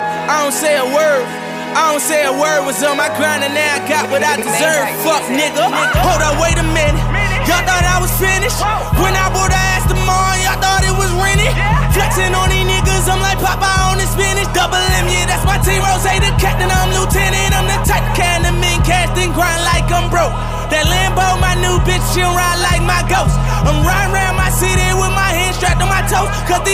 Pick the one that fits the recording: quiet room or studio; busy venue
busy venue